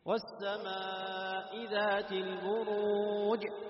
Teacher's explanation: جاءت القلقلة نتيجة الشدة